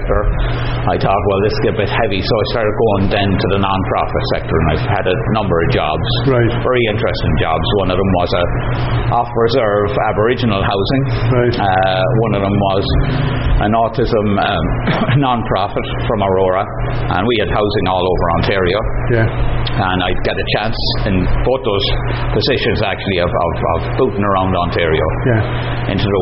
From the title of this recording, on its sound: at Goderich Celtic Roots Festival